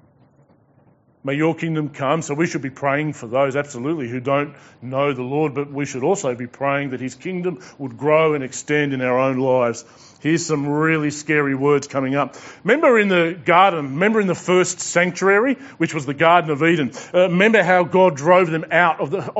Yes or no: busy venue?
no